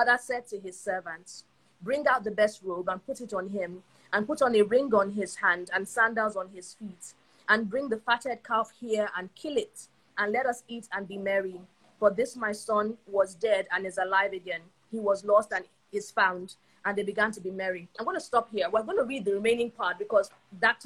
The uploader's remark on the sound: The Instagram live session